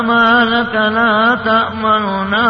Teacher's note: تختلس ضمة خفيفة، يعني حتى ثلث الحركة تقرب من السكون · Term: اختلاس